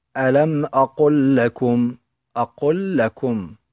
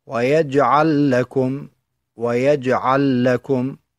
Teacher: ويجعل لام ساكنة في الفعل، لاقت لام أخرى في كلمة أخرى فتدغم ها هنا اللام · Term: الإدغام